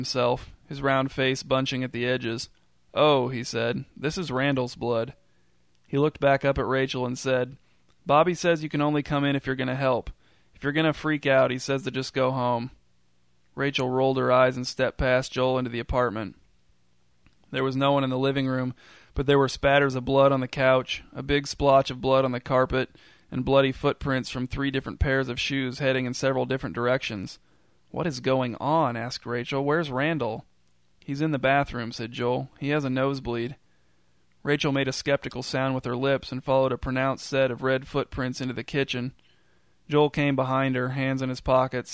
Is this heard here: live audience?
no